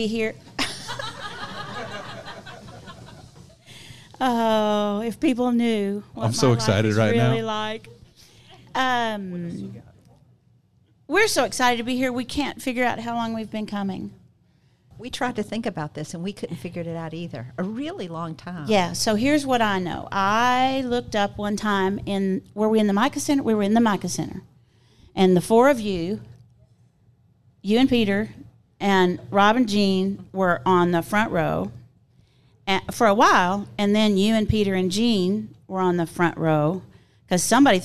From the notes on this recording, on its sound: Some great Q&A with the live audience at Coco + Hazel.